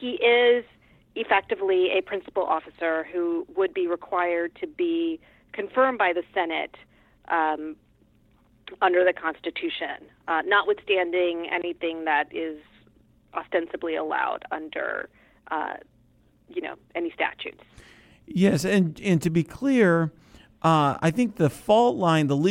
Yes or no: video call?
no